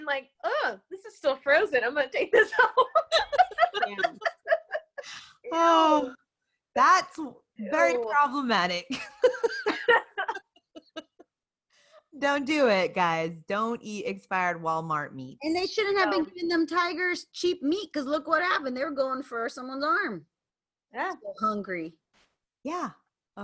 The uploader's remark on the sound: In this Zoom episode.